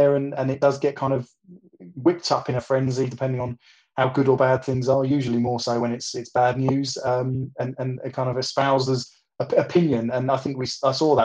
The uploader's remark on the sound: we all got together and set-up a Twitter Spaces open Questions Forum where we opened the mic to all questions